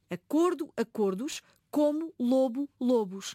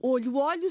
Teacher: Quando passou a funcionar como nome, o O passou a ser a vogal da sílaba tónica e ficou fechado. · Shown in: first take · No plural, essa pronúncia mantém-se fechada.